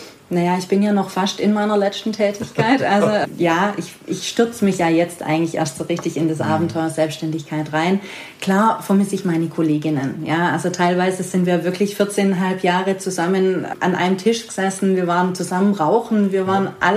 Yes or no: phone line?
no